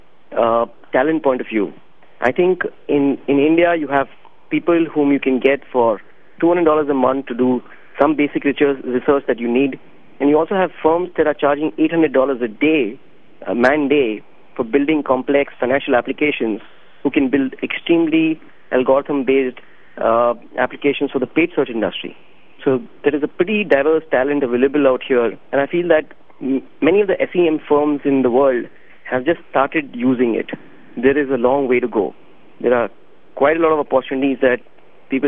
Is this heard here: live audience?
no